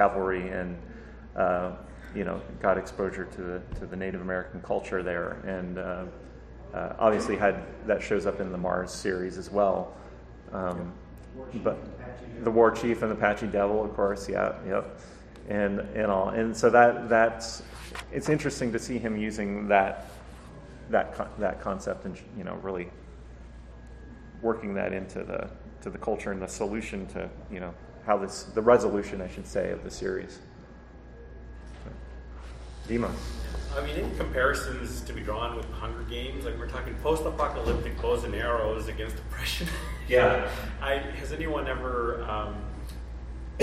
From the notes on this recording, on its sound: PulpFest 2023. The panel was part of ERB Fest.